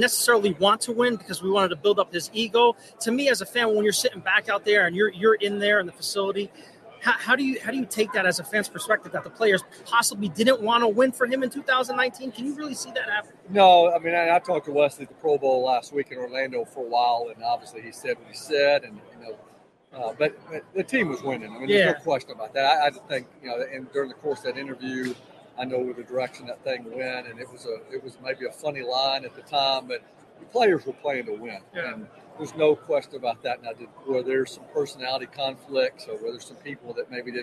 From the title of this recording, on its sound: Live At Super Bowl!